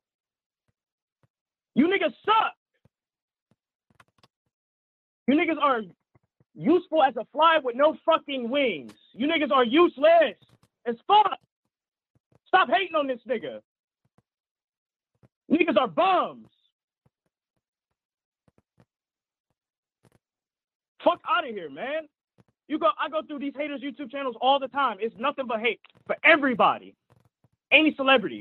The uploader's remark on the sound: Call In Show